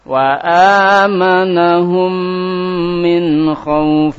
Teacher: Mim sukun jika diikuti huruf mim diidghamkan ke dalam mim yang kedua. Namanya idgham safawi.